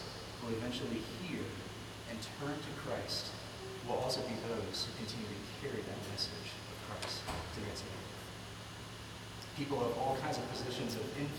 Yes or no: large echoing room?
yes